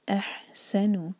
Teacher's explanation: سکون کے بعد سین، سین پر زور دیں گے